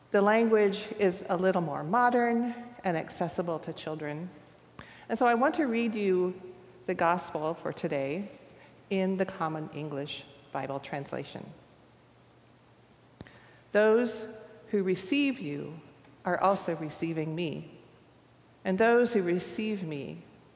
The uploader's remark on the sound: recorded live at the 10:00am service on Sunday, July 2, 2023